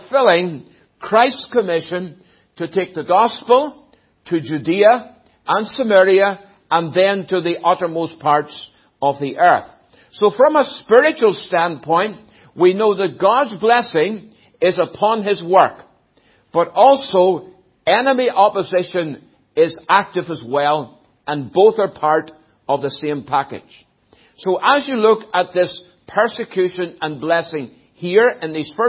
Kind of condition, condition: setting, large echoing room